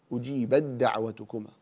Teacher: لأن هذا متجانس، فالتاء تدغم في الدال إدغاما كاملا، فلا يصير هناك أثر للتاء، وإنما دال مشددة بسبب الإدغام